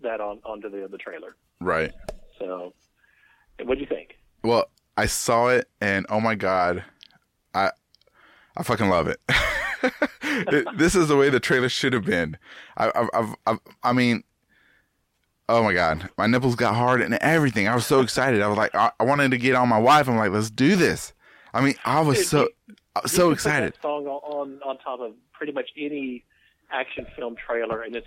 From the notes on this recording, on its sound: I didn’t have time to drive half way across Texas to record with him today. While on the phone.